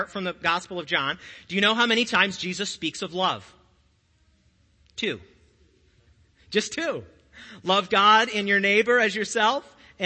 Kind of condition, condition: setting, large echoing room